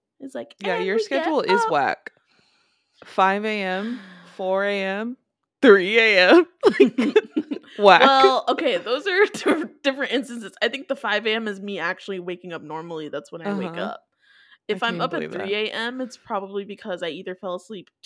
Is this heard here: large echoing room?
no